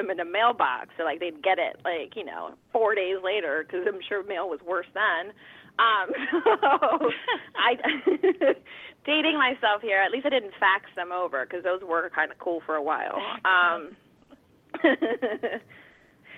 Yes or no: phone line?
yes